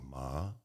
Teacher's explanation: The second tone, so ma, flat is the first tone. The second tone is rising, ma, like you're asking a question.